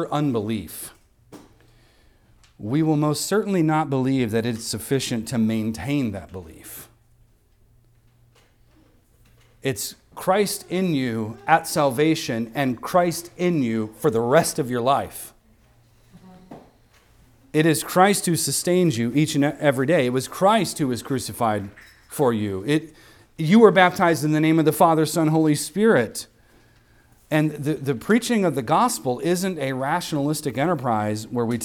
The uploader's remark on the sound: recorded on Sunday, January 21st, 2024, at the weekly worship gathering of Cross & Crown Church